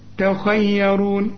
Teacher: التاء مرققة والياء مرققة، الراء هي المفخمة